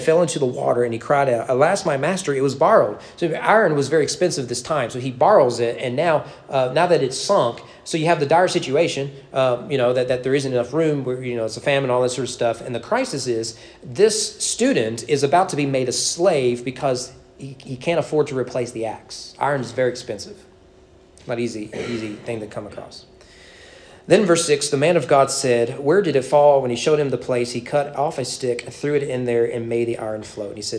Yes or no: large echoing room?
yes